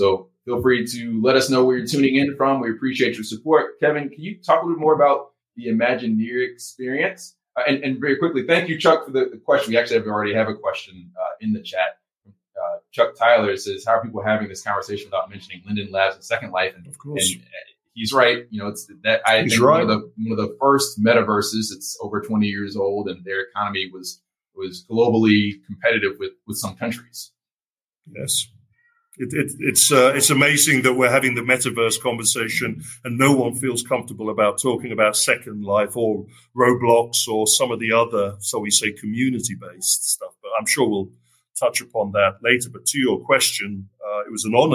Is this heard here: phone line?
no